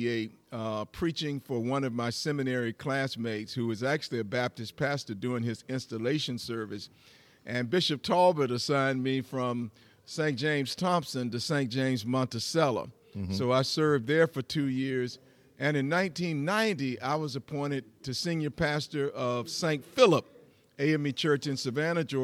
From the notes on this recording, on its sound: Talk recorded live at the Marriott Hotel in Augusta, Georgia site of the Sixth Episcopal District Christian Education Leadership Congress.